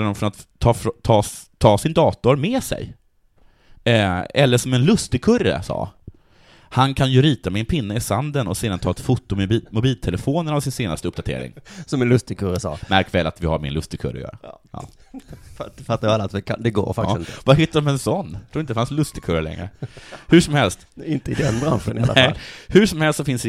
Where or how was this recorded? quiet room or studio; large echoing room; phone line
quiet room or studio